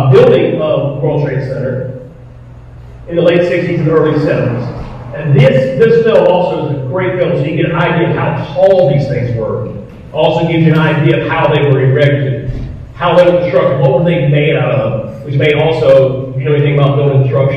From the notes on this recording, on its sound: The audio of the video is because it was shot in a firehouse.